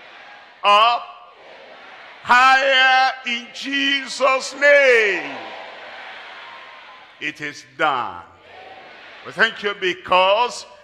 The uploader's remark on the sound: live at Ogbomosho, Nigeria